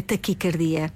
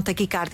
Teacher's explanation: O ai é fechado, a forma correta, a pronúncia correta é taquicardia e não taquicárdia. · Shown in: first take